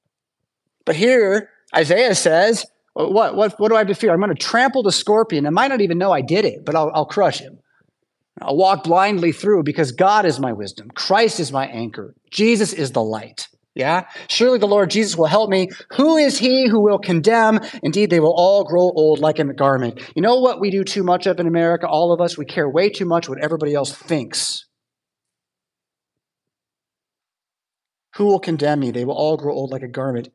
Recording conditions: large echoing room